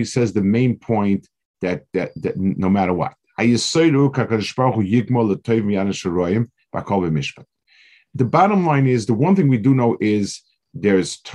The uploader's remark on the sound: This shiur take place over Zoom on Motzei Shabbos.